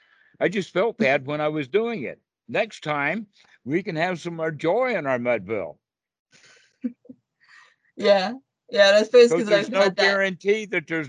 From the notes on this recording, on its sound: Skype calls. The date in the title indicates the date the call was recorded.